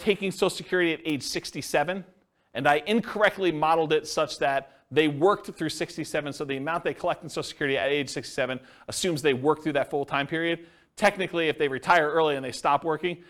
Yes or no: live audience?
yes